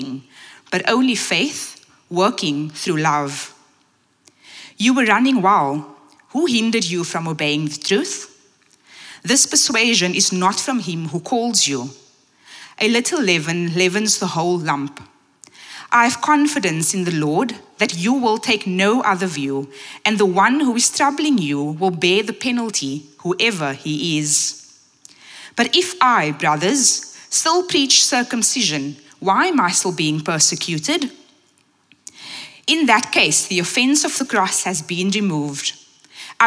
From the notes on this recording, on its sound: at Common Ground Church Rondebosch